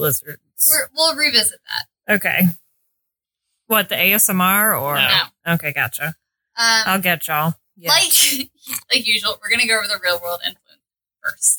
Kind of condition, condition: fault, poor sound quality